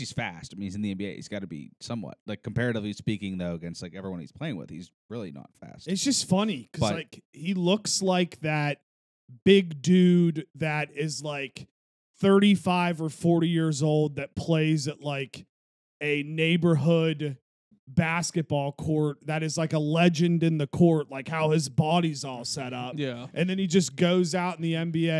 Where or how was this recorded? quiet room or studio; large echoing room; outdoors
quiet room or studio